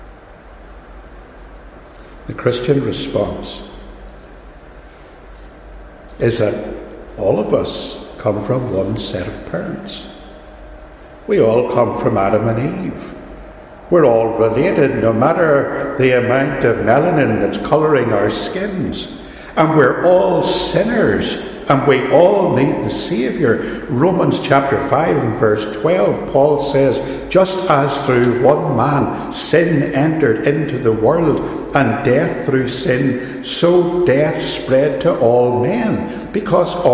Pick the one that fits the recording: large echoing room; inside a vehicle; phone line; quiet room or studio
large echoing room